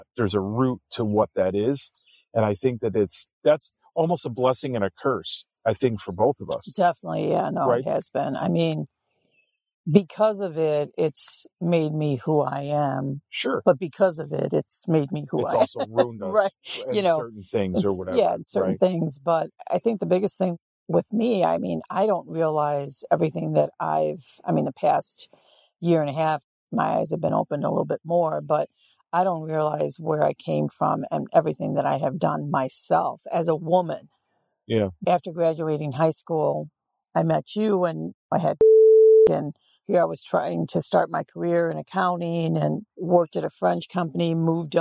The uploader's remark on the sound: We're recording this one on the road, from our Overland trailer in Alpaca, Wisconsin. So, you'll hear the calming sounds of nature, birds chirping, and the crackle of a fire in the background.